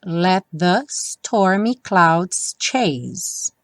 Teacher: os T do let não tem som, então vai direto para o the